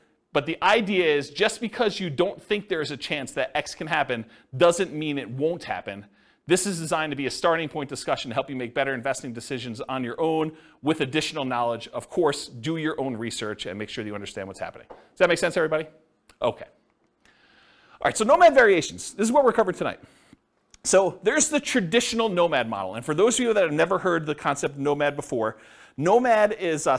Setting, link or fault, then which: setting, live audience